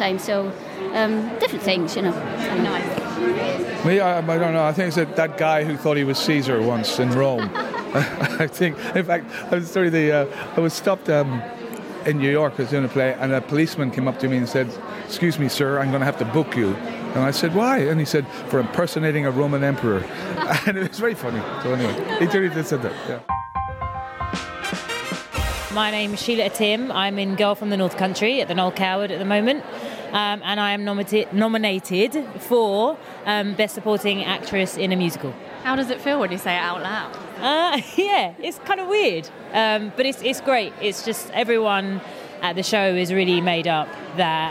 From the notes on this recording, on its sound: A collection of interviews from the Olivier nominations launch party.